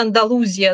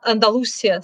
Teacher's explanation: некоторые люди говорят «Андалузия» с буквой, со звуком «з». Другие говорят «Андалусия» с «с», а другие, третьи, говорят «Андалусия», как я, потому что это правильное ударение именно в испанском языке.